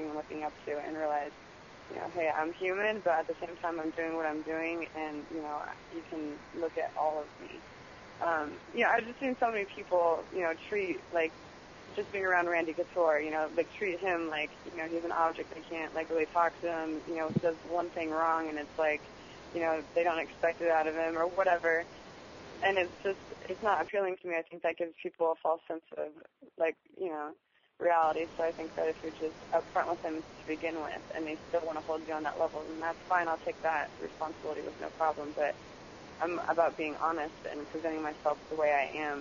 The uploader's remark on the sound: Elite XC Conference call.